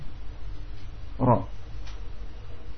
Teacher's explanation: ra dengan ujungnya terpelintir sedikit. Berbelok sedikit. · Term: inhiraf